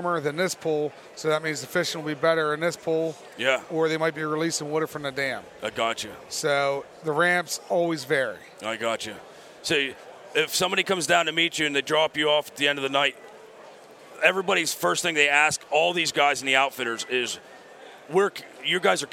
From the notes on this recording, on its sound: Live from the Great American Outdoor Show 2017 in Harrisburg, Pa.